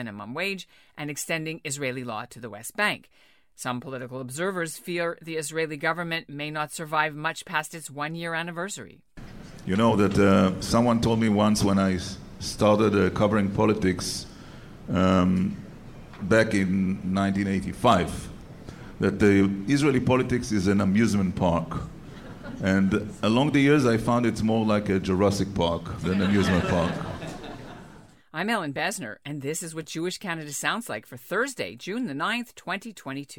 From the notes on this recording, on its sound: as part of the first-ever live taping of The CJN Daily